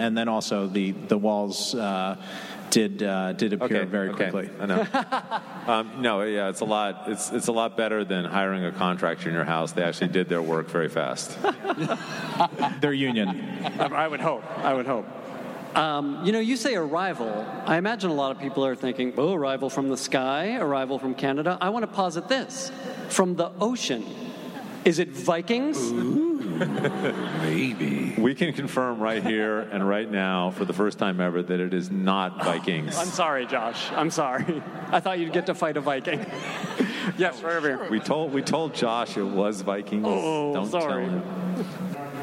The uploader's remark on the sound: Recorded at NY Comic Con on October 9, 2015.